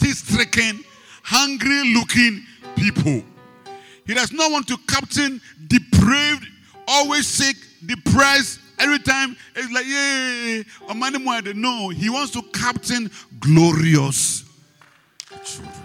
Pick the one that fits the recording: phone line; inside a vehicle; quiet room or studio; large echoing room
large echoing room